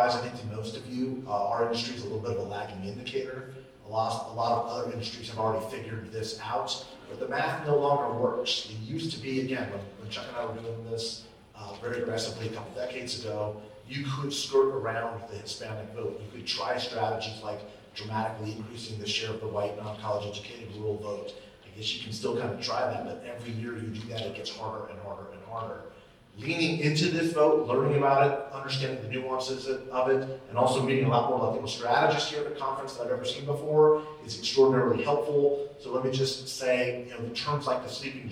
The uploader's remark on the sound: The Latino Vote - Live from Las Vegas. The Latino Vote Podcast is live from the Campaign and Election Awards in Las Vegas, Nevada.